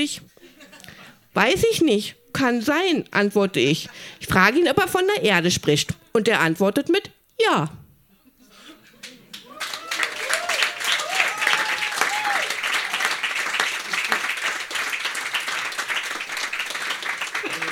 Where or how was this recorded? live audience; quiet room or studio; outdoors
live audience